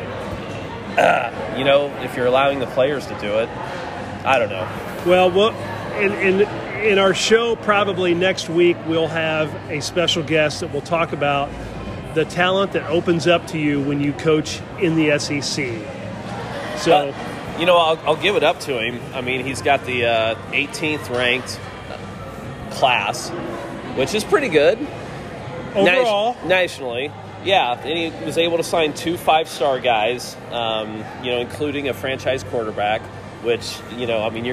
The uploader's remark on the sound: On location from AMP in downtown Indy.